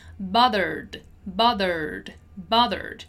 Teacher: the verb bothered in the simple past. Bothered. And notice how the sound is just D.